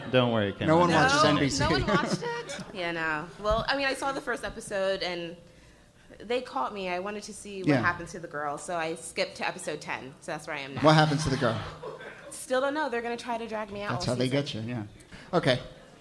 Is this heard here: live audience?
yes